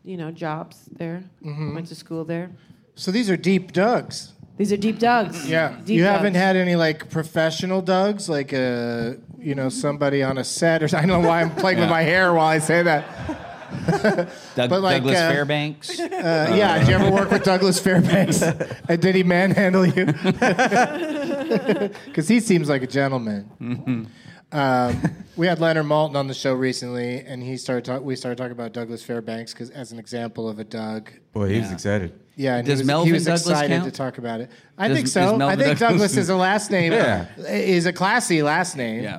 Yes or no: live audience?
yes